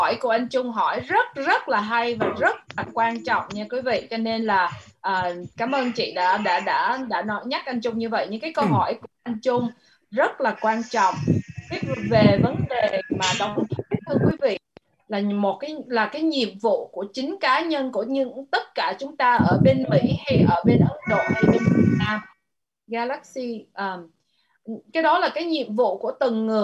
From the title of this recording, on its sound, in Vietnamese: Zoom Onpassive ngày 21.08.2021